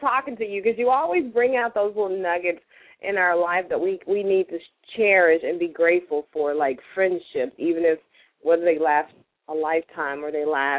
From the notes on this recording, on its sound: LML uses a progressive live call in format.